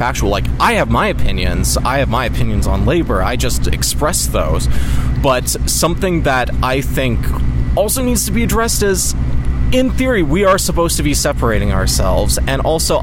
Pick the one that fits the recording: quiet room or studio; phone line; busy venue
busy venue